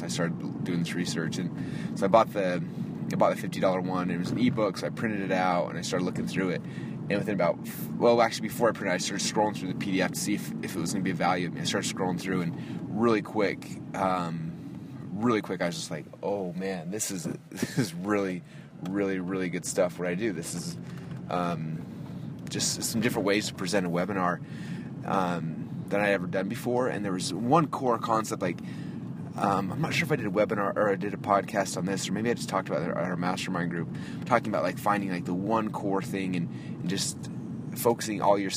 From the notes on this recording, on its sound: I am just driving home from the office.